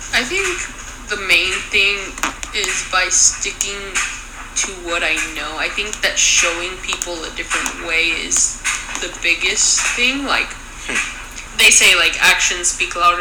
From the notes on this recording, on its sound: I do apologize for the background noise.